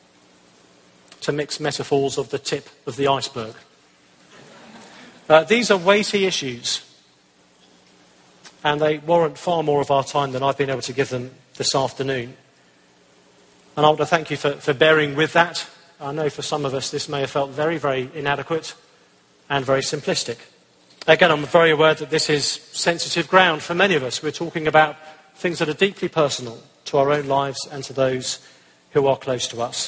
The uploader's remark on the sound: answered some hard questions at the ERLC National Conference